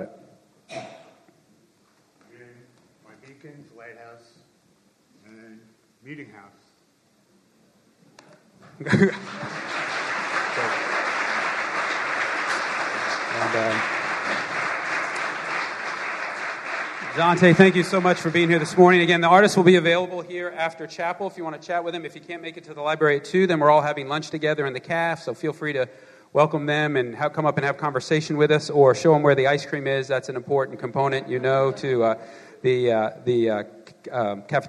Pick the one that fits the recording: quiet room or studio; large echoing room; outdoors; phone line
large echoing room